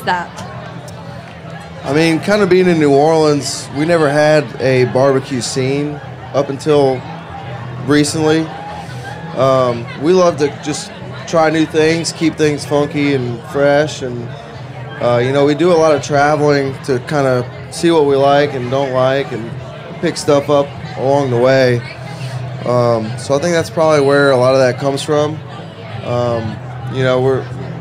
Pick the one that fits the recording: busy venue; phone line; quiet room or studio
busy venue